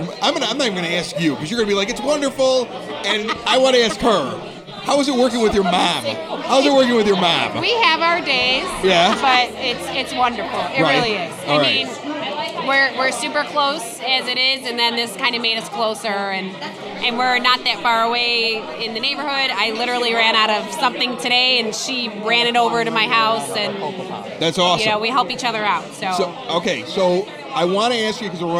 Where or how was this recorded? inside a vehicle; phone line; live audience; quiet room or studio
live audience